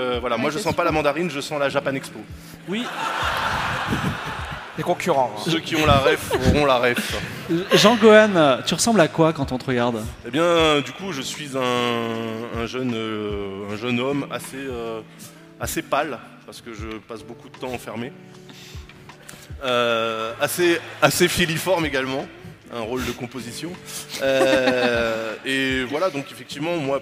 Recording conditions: live audience